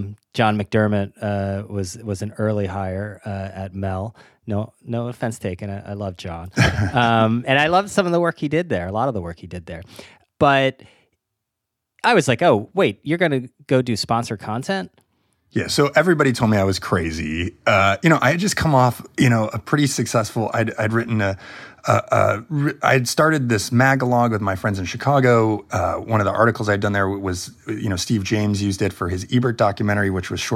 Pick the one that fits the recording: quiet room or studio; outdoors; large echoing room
quiet room or studio